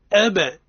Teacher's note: إعادة الحرف في مرتين حينما نقول أب من غير قلق أب وقع انطباق الشفتين حينما نقول أبا انطباق فانفراج أي فانفتاح · Term: القلق